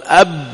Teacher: يحصل انزعاج أب لأنه قوي شديد ومجهور. تخلص العرب من هذا الانزعاج الشديد ومن شدة هذه الحروف بإخراجها بالتباعد بين طرفي عضو نطقي لا بتصادمهما. · Term: القلقلة